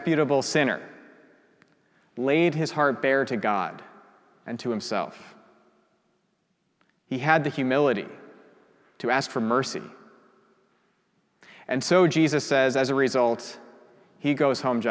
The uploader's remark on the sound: preached at our celebration of the Holy Eucharist